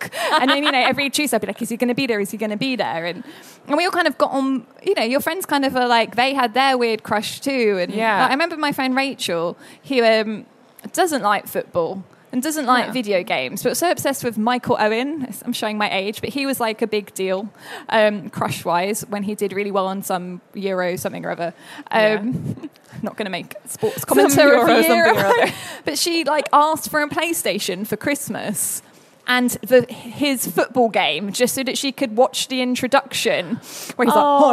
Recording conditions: live audience